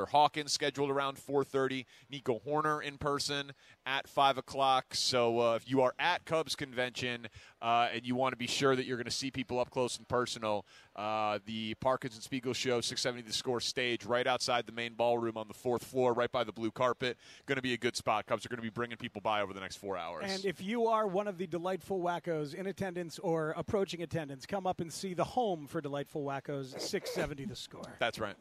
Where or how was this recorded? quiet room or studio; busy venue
busy venue